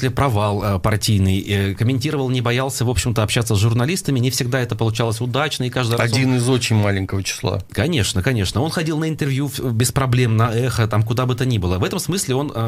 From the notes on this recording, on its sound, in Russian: По телефону